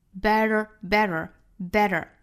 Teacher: 轻的一弹而过，不是在上齿龈的位置，是往后走啊 · Term: flapT